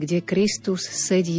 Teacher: Hneď len spojenie, kde Kristus sedí po pravici Boha. Vidíme, že tu máme dve S za sebou. Musíme ich vysloviť.